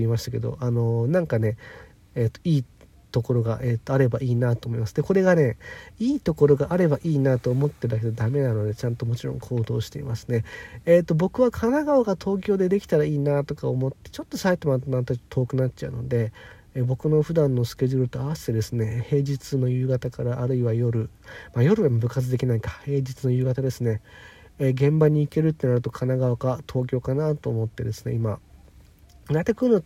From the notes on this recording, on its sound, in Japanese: 次の仕事まで4時間近く空いたので車の中から暇つぶし配信。